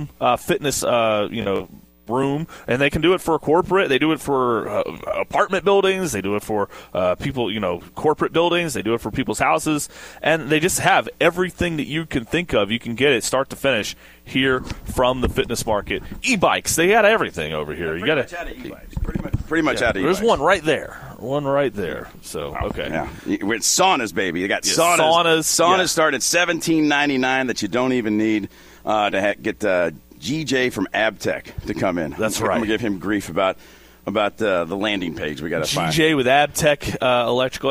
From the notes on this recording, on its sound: Broadcasting live from The Fitness Market! 2521 Plantside Dr, Louisville, KY 40299.